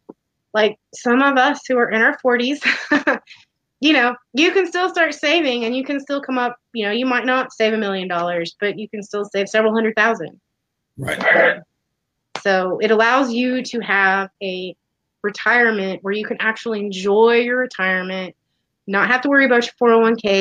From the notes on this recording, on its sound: The audio may be a little choppy.